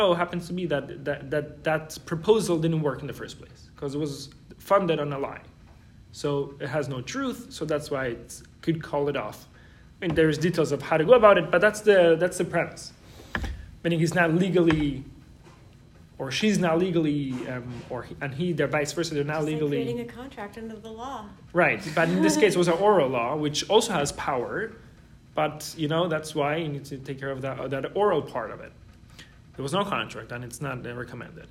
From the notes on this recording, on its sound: This episode is a recording of Lesson 4 of the Wednesday Night Torah class at YJP